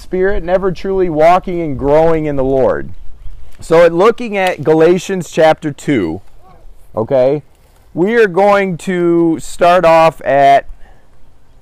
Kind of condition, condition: setting, outdoors